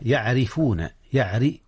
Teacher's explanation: ترقيق الراء لأن الراء مكسورة، فإذا كانت الراء مكسورة أو قبلها كسر رققت.